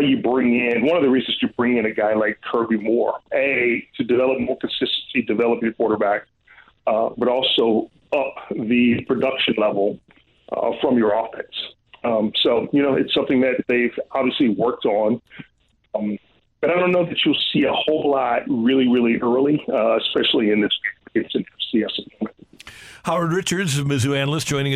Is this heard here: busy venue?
no